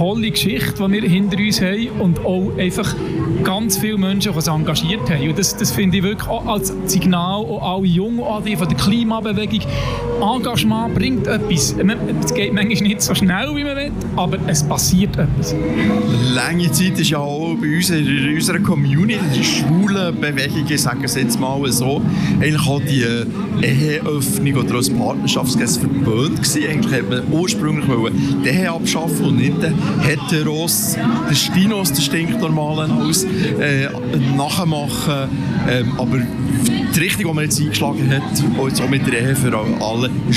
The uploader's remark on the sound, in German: QueerUp Radio sendete anlässlich der BernPride/EuroGames am 29.07.2023 während mehrerer Stunden live vom Bundesplatz in Bern.